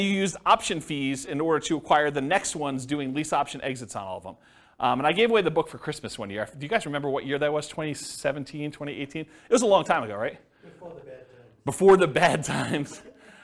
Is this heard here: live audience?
yes